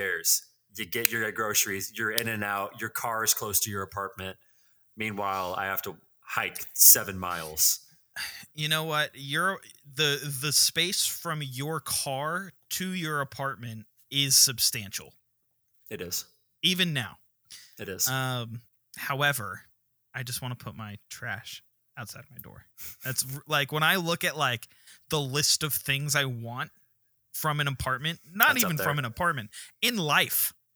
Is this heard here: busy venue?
no